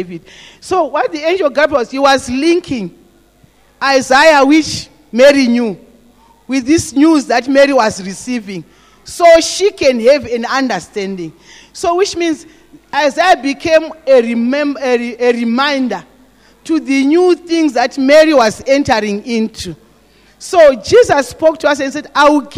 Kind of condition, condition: setting, large echoing room